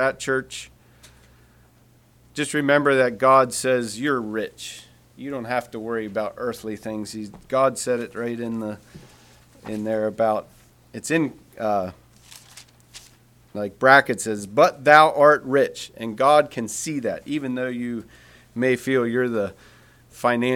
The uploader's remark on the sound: Message preached at Word Of Hope Sunday Aug 27, 2023